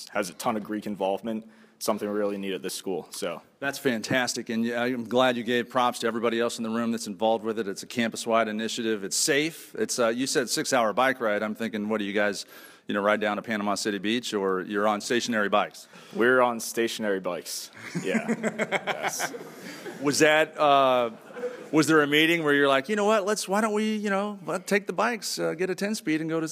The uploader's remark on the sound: Live at Emory University. We start the show in front of a live studio audience at Emory University in Atlanta.